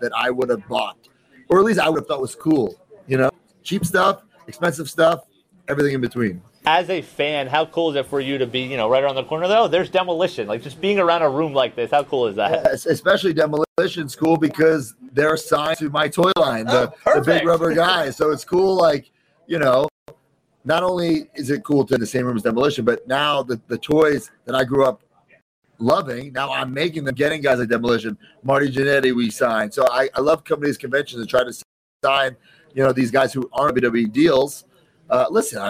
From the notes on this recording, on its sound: live from Starrcast in Chicago